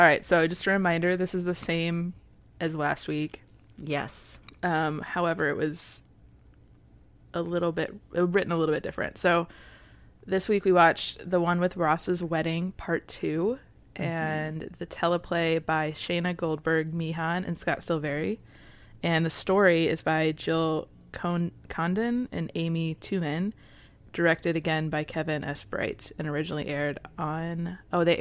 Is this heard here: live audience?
no